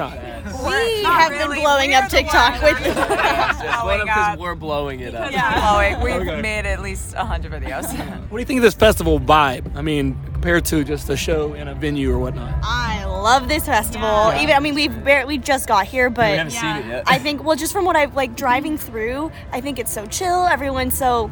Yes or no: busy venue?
yes